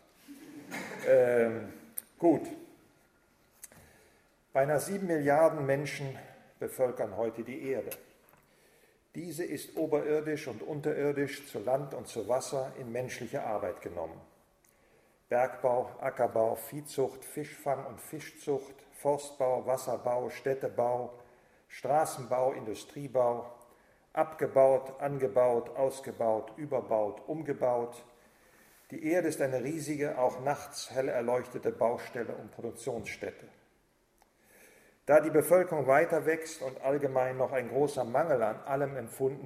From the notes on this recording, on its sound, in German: Vortrag im Rahmen der Husserl-Arbeitstage 2009